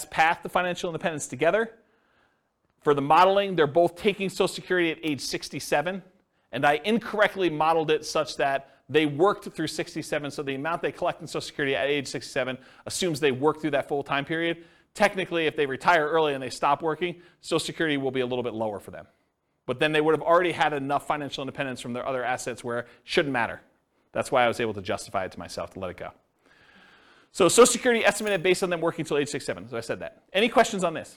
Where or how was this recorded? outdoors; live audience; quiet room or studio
live audience